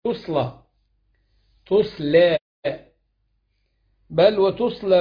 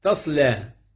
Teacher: قرأ أبو عمرو ويعقوب وأبو بكر عن عاصم بضم التاء · Shown in: first take · : تصلى، تصلى، بل وتصلى بتفخيم اللام أيضا.